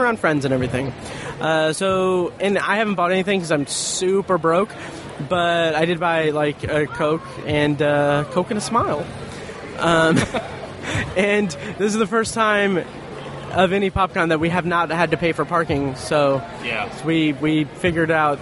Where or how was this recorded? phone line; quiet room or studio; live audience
live audience